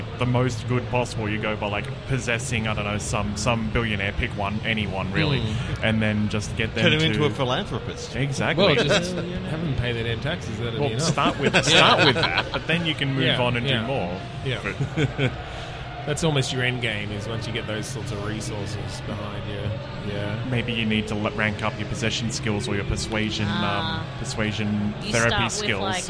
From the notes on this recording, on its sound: Live from PAX 2022. Live from the Audio Technica booth on the show floor at PAX.